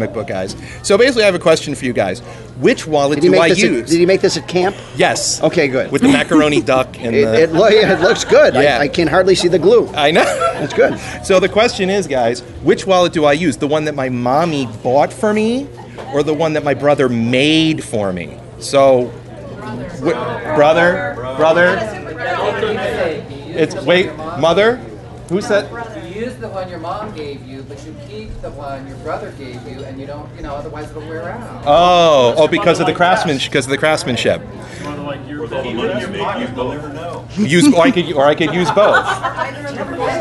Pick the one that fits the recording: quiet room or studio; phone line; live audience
live audience